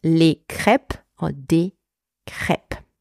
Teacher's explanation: you also have a silent S at the end, right? If it is in a plural. But you don't pronounce it